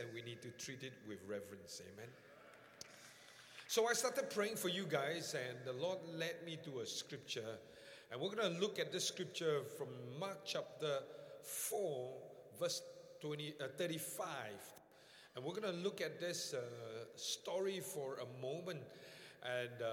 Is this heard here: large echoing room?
yes